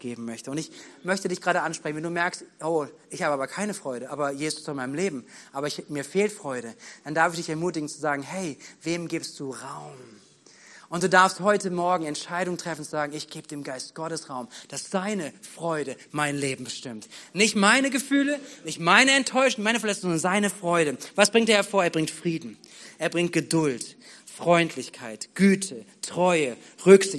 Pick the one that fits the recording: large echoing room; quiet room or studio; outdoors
large echoing room